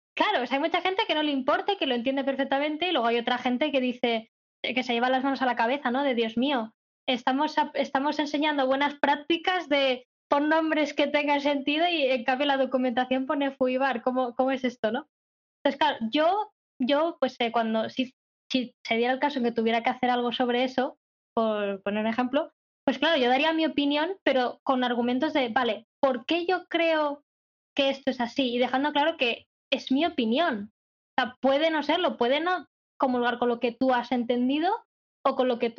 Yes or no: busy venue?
no